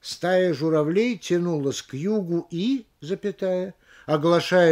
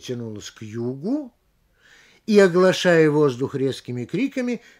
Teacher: Нужно читать «Стая журавлей тянулась к югу и, оглашая воздух резкими криками, медленно исчезала вдали». Значит, сделать паузу нужно перед союзом «и», а не после него, как написано. · Shown in: second take · То есть как бы нарушить правила пунктуации, переставить запятую.